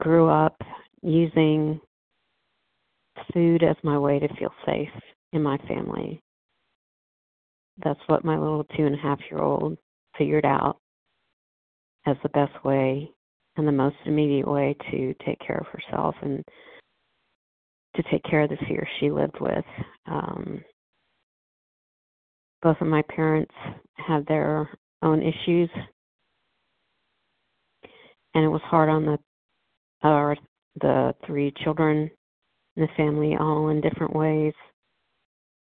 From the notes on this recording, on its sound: 100 Pounders Phone Meeting